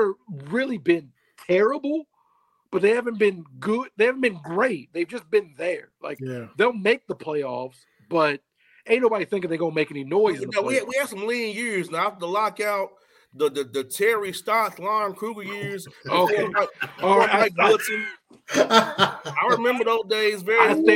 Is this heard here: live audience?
no